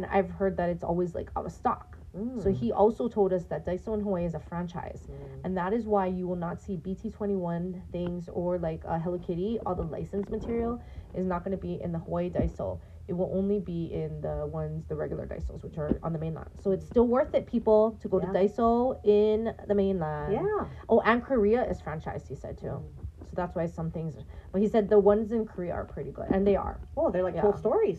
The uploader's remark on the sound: Sorry for the sound issues!